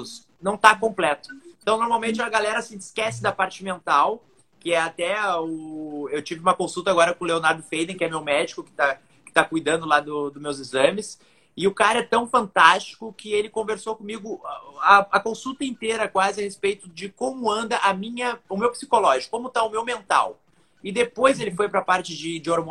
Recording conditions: video call